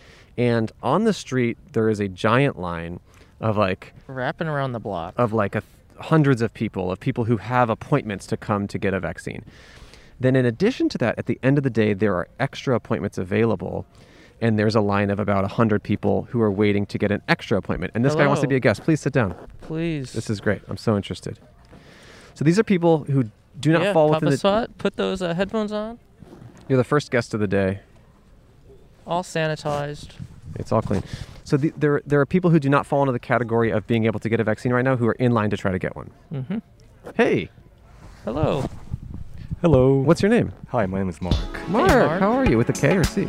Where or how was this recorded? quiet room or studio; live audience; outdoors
outdoors